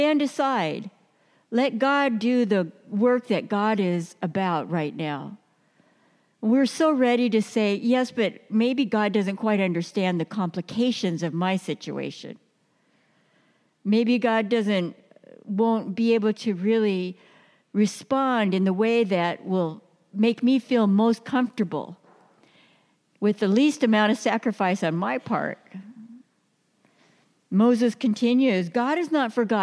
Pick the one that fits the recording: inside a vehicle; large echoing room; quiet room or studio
large echoing room